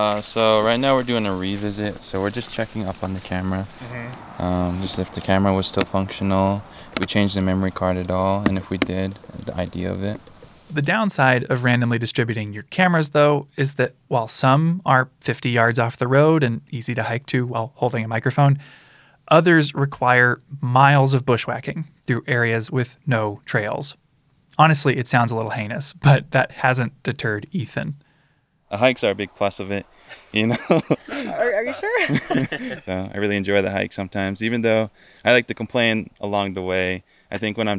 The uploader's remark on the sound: Car sounds. We are in the car. We're turning just before the road to the Two Med entrance. Going off the pavement.